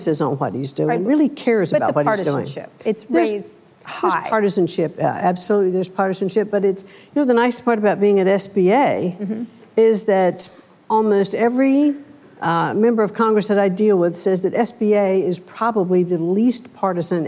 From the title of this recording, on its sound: Live at Code 2018